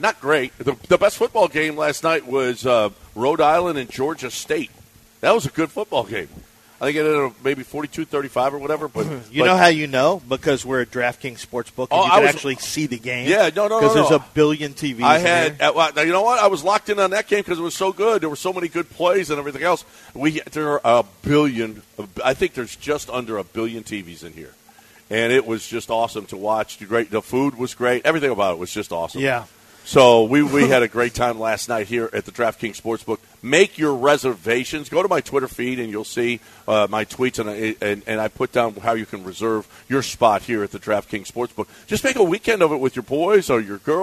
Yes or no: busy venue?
yes